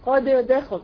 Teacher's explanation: القلقله هي مش موجوده، هي اصلا متغمه فيما بعدها